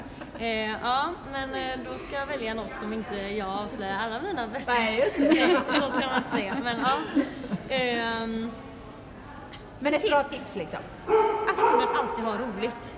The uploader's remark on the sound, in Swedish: Direkt från My Dog 2019